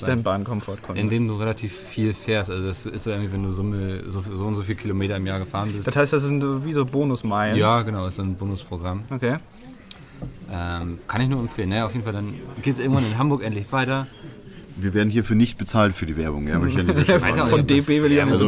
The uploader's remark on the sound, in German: Direkt aus dem Pressebereich der Messe Leipzig haben wir eine neue Version des besten Podcasts aller Zeiten aufgenommen.